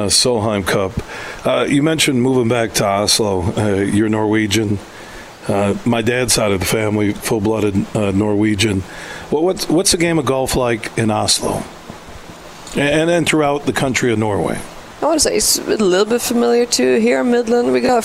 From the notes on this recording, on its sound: Broadcasting live from the Midland Country Club as the Dow Great Lakes Bay Invitational two-person event takes place this week.